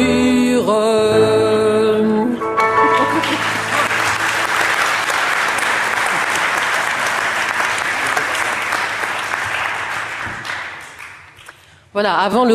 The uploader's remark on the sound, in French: Enregistrée en public à Beaubourg.